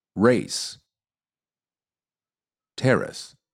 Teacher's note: Even though the ending of the second word is spelled exactly the same as the first word, the vowel is pronounced differently because it is part of the reduced syllable. · Term: reduced vowel